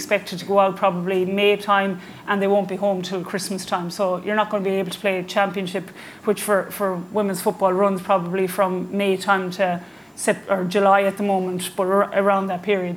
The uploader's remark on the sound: live in Galway